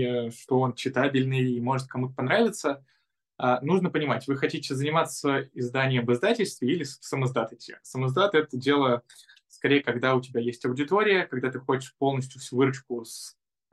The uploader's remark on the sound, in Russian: Zoom_подкаст.